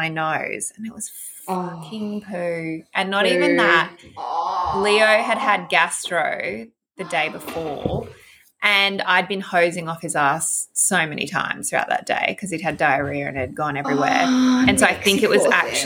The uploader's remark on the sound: We are sorry about the additional background noise today from the little man.